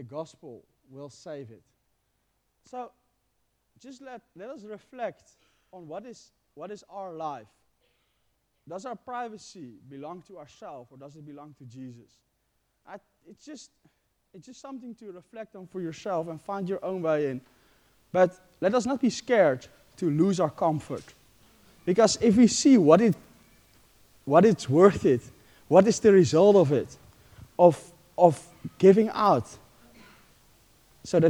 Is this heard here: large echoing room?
yes